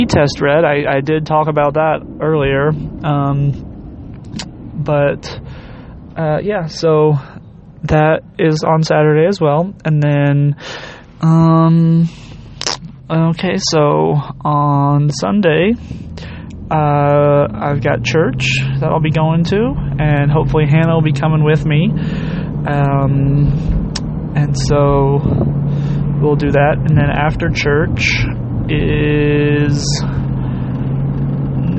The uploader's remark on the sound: Thoughts from the car